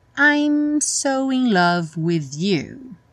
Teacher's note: Lembra que o som termina no momento em que os lábios se encontram para fazer o M. Então, não tem I'm.